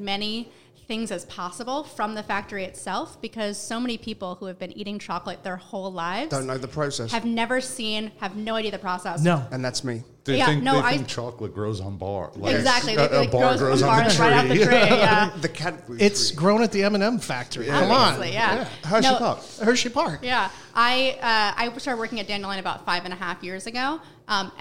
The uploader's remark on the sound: at the New York City Coffee Festival